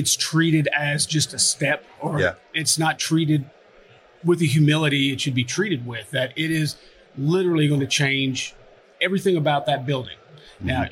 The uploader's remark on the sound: Live at FDIC.